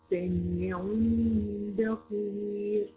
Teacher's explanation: تنوين وبعديها حرف الباء، هتتقلب بميم على طول · Term: اقلاب